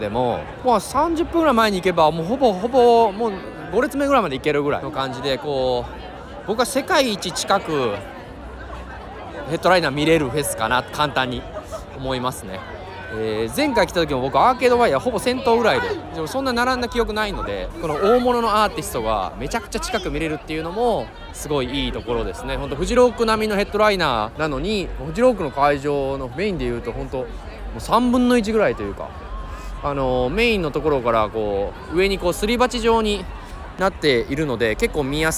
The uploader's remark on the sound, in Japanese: ノルウェーの首都オスローで8/9〜8/12の4日間にかけて行われたØyafestivalen（オイヤ・フェスティバル）での現地レポートをお届け。会場のステージを歩きながら紹介。